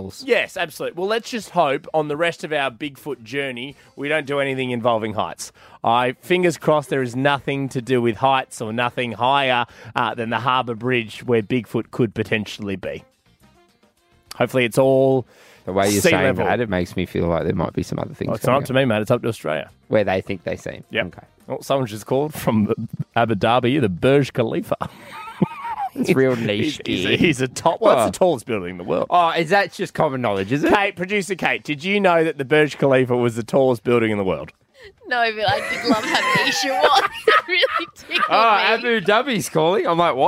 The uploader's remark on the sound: Live From The Sydney Harbour Bridge!